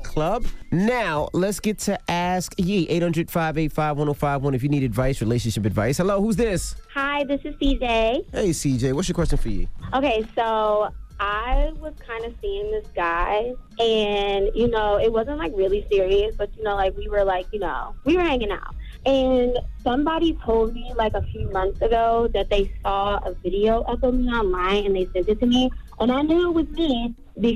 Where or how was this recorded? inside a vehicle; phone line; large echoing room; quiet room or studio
phone line